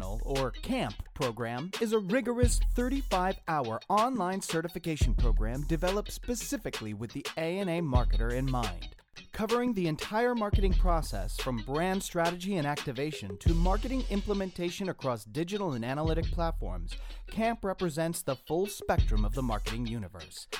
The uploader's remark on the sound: We’re back with another edition of the Masters of Brand Masters series, recorded on site at the ANA Brand Masters Conference in Bonita Springs, Florida.